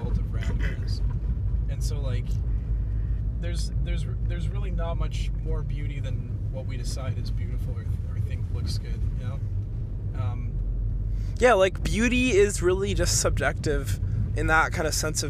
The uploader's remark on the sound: we apologize for any lack of recording quality - we did this episode in the car!